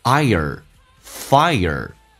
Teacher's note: 上下打开到极限，再慢慢的卷舌头